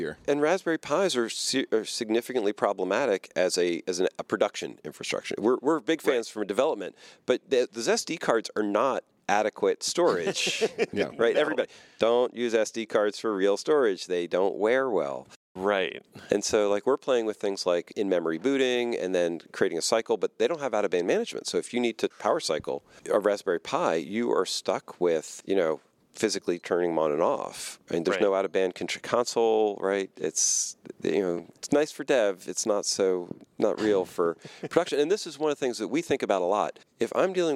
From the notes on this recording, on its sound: recorded at Kubecon 2019